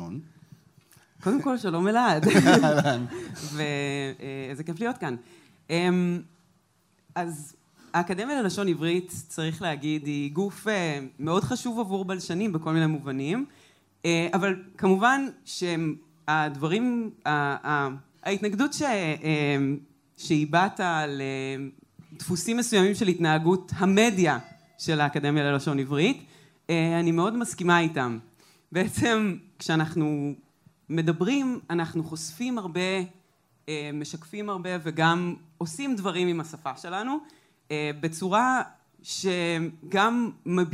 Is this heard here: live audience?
yes